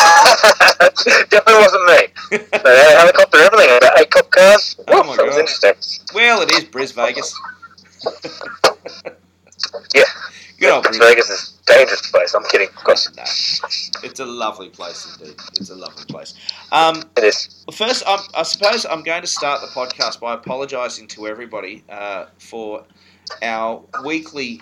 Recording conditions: poor sound quality